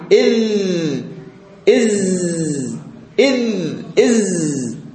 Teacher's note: ويمكن أن يكون الصوت المجهور رخو، هو مجهور يرتعش الوترين ولكن رخو، يجري الهواء عند النطق به